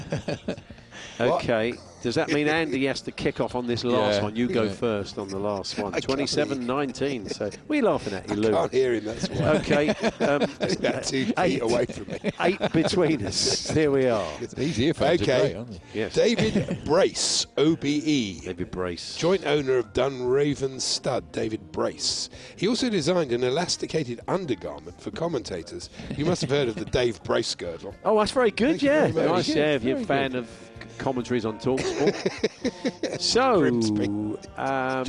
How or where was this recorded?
busy venue